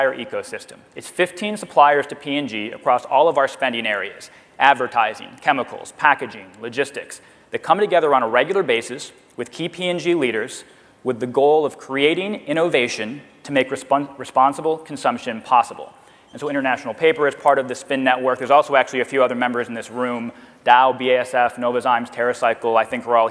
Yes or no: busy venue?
yes